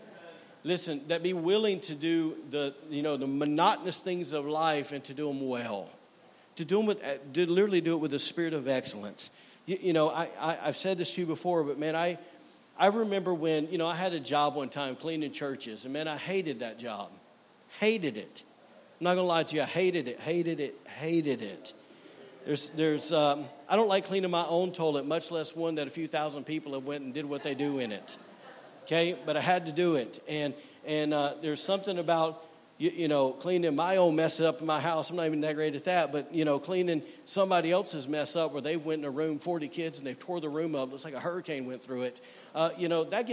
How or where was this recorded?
large echoing room